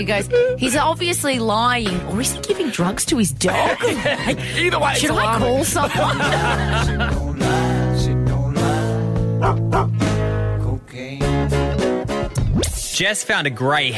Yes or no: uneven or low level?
no